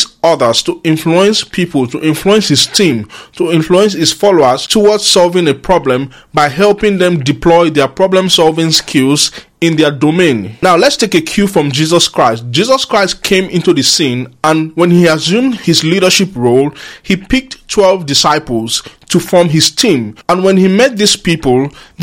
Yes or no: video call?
no